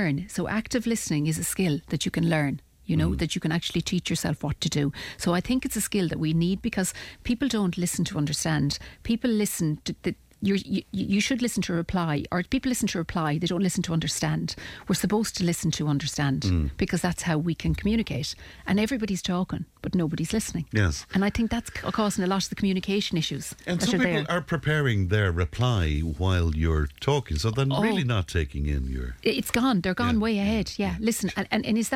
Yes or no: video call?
no